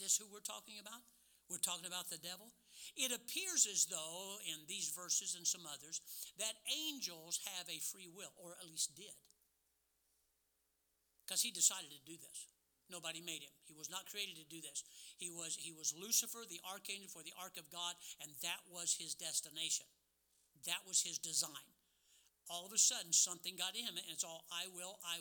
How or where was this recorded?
large echoing room